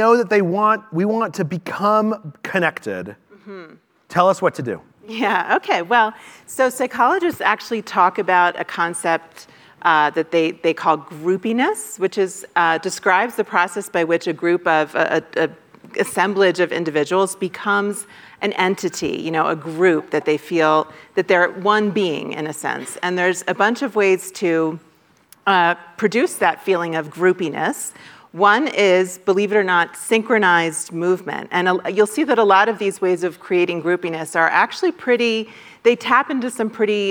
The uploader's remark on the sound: Moderates the conversation and takes questions from the audience.